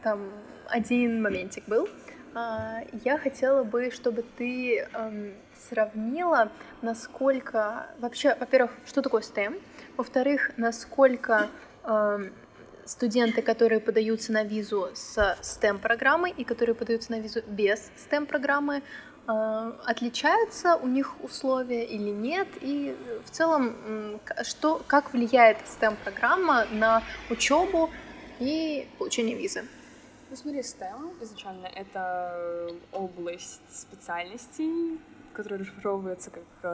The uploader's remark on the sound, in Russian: В этом выпуске не очень хороший звук.